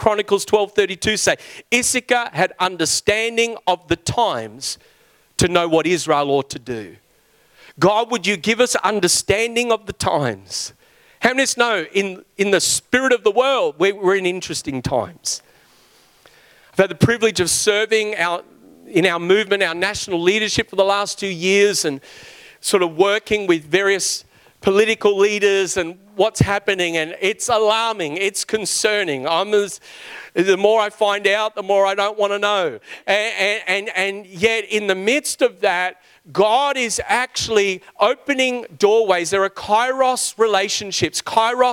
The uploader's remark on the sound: New Creation Conference Session 2